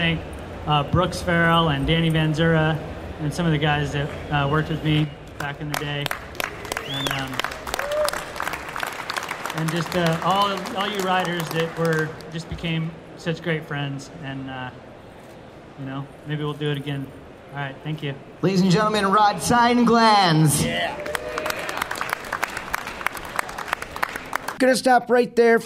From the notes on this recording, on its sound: Recorded live from the September 2018 Surf Expo, it’s the induction ceremony from the Wakeboarding Hall of Fame.